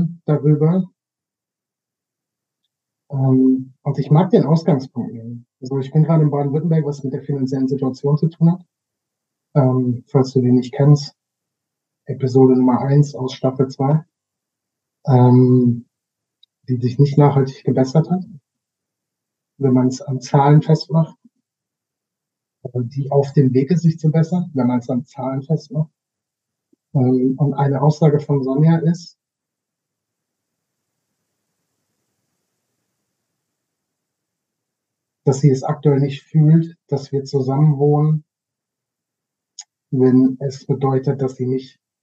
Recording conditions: poor sound quality